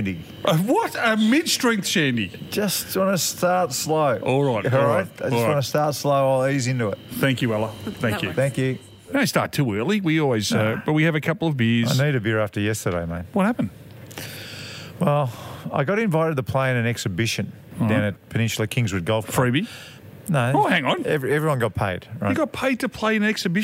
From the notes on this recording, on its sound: We're at the pub this week. Live from a sportsbar.